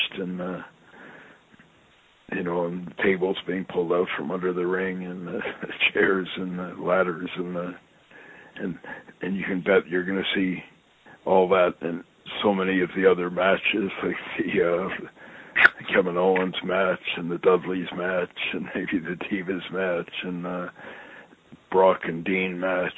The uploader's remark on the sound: I sit down on the phone with my friend